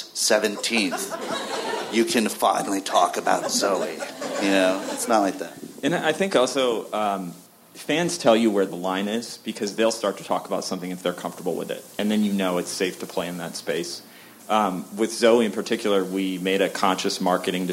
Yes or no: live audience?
yes